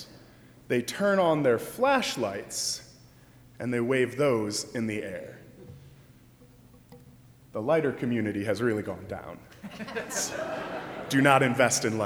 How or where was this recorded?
large echoing room